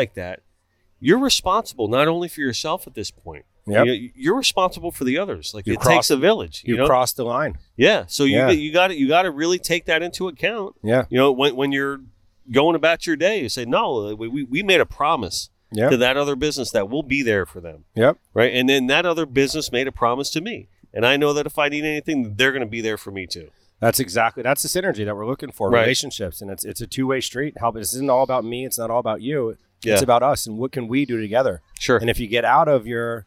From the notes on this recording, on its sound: Connected By Water: ON LOCATION. We were all set up with our trailer, aka “The Minnow” for the 2022 Pompano Beach Seafood Festival.